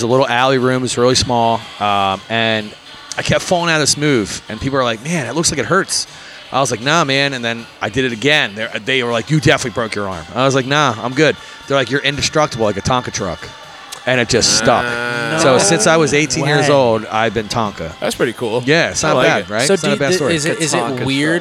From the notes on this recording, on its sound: Live at Wicked Wolf Philadelphia.